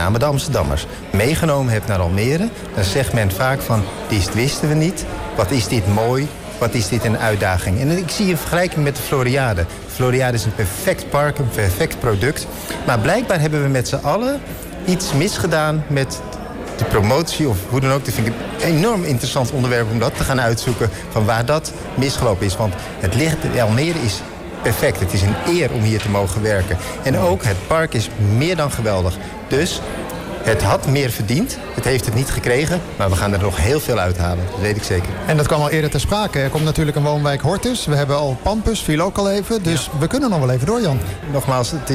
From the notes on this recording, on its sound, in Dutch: Een van de events op de Floriade Expo-terrein vond plaats op 6 oktober: het Floriade Hub Café. Een live-radioprogramma vanuit de Green Innovation Hub in The Natural Pavilion met muziek en aansprekende gasten uit de wereld van tech en innovatie.